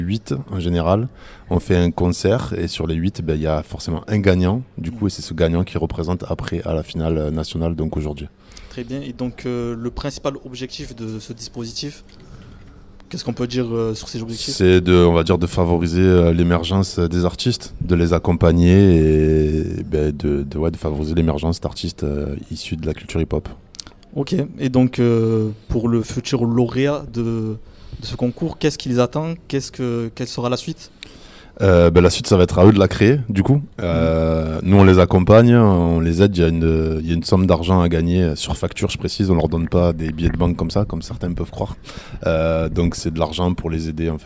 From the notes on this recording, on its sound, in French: En LIVE de Paloma à Nimes